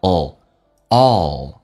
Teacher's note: 舌尖在抵住你的上齿龈，在你的上牙齿后背一点